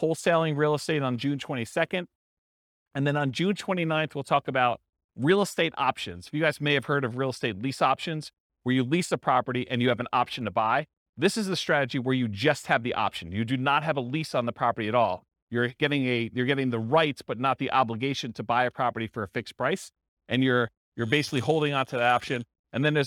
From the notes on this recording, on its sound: This was a live class recorded